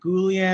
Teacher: the double L makes a yuh sound.